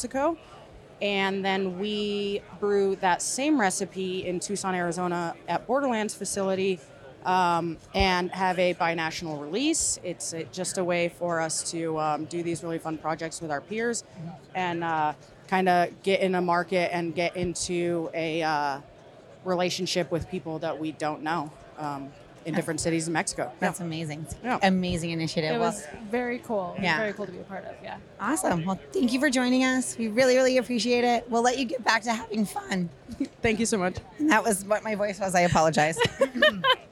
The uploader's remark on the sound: We're LIVE from the tradeshow floor at Craft Brewers Conference 2023 in Nashville! We’re doing rapid-fire trivia with brewers, vendors, and CBC-goers.